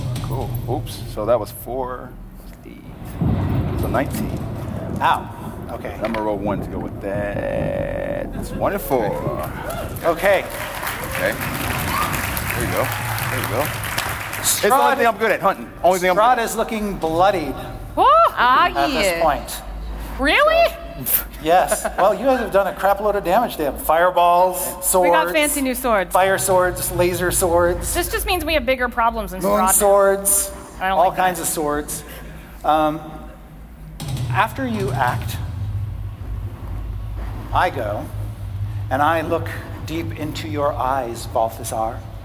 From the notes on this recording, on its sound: Live from the Glitch Stage at TwitchCon 2018.